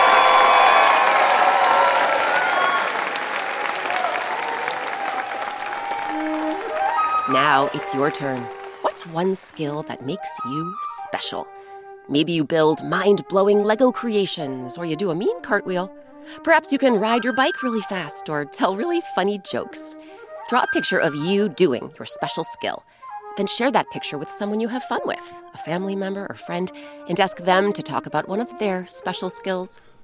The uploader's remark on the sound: Recorded live.